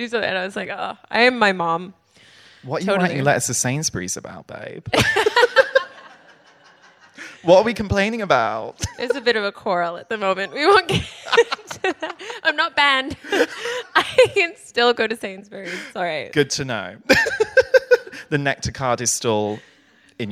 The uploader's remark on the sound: Live recording. This live episode we recorded at Selfridges. It was AMAZING to be surrounded by so many people in the REIGN family to record an episode.